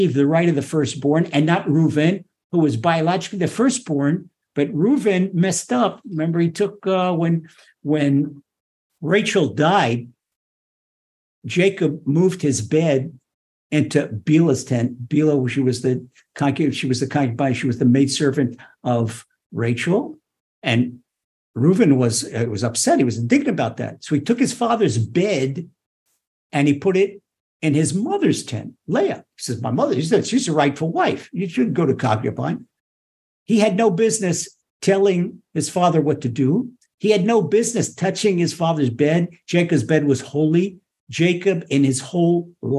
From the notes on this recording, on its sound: Recorded via TORCHzoom